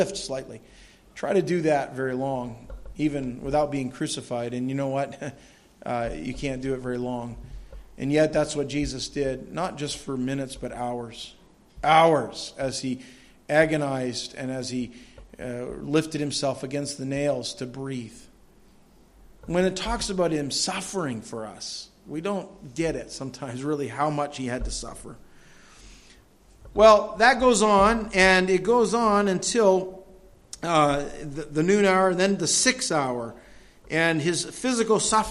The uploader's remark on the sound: This audio sermon entitled, The Death of Jesus, was delivered at Madawaska Gospel Church on the morning of July 24, 2016.